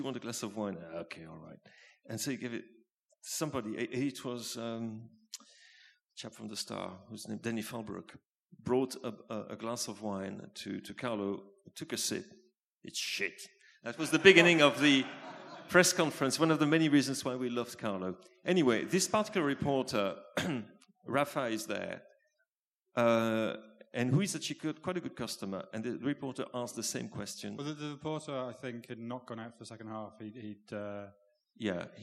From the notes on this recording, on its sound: The Blizzard Live in Edinburgh. The second half of the Blizzard's live Q&A event held at the WS Society in Edinburgh on 19th May. The panel took questions from the audience.